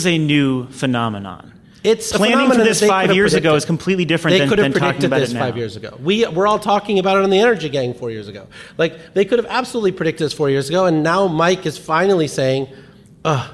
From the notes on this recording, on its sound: This week's podcast was recorded live at GTM's Solar Summit.